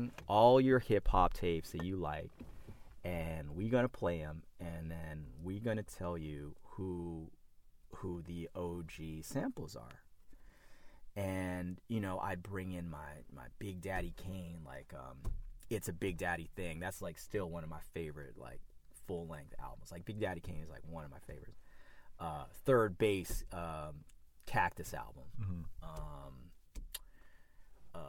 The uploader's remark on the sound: We caught up quite literally while on the run in San Francisco, so apologies for any audio rawness here.